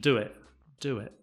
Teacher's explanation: And do it, the T at the end is not pronounced very much.